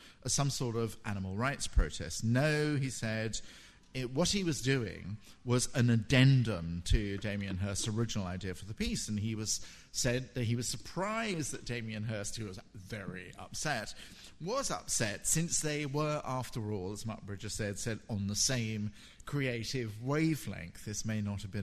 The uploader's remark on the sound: in this recording of his FT Frieze week lecture